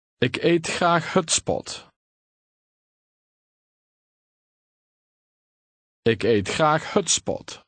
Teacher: The S and P are pronounced separately.